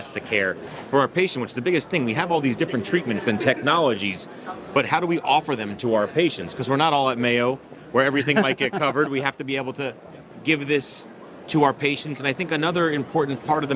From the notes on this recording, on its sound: Live from ASRA-PM Fall 2023. Live from the Exhibit Hall.